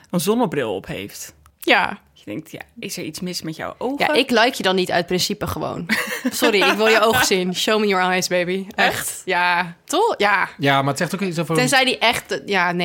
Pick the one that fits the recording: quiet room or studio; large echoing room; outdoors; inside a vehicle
quiet room or studio